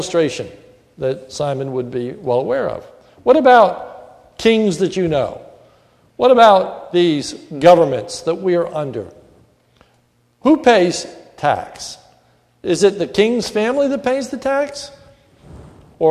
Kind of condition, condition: setting, large echoing room